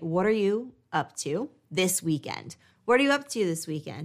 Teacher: notice how my voice is a little bit stronger and I'm slower on the weekend